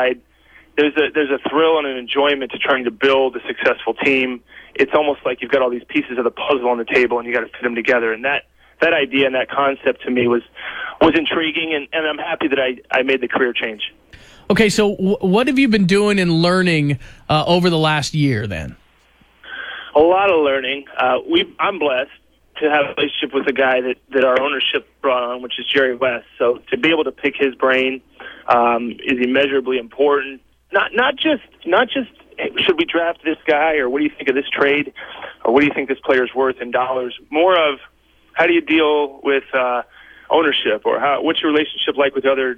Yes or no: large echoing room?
no